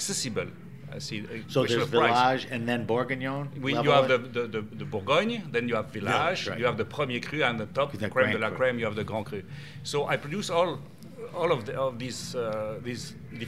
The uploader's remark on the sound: were interviewed at the 2020 Naples Winter Wine Festival